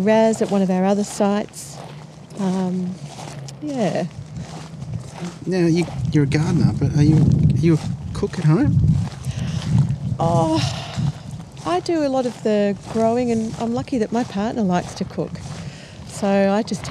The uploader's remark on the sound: Montalto Winery. It has a fabulous restaurant and an incredible amount of open space, trees, gardens and artworks spread over the beautiful property. We recorded on the fly during a slow roving tour of the grounds, so expect some wildlife interruptions, wind gusts, tractors, and gravelly footsteps throughout.